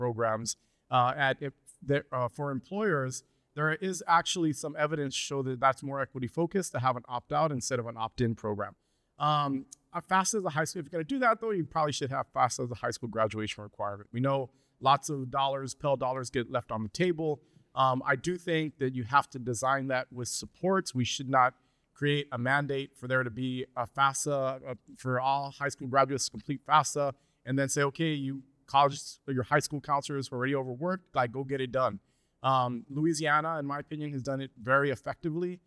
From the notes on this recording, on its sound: This episode was recorded live at Future Ready, Complete College America's 2023 Annual Convening in Las Vegas.